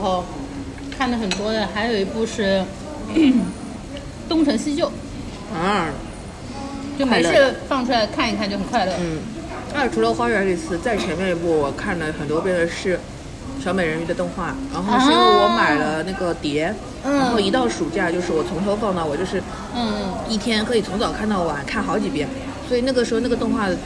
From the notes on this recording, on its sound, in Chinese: 每次录制基本都是在餐厅吃饭，没有条件升级录音设备。本次录制花费：… 大概300来块吧。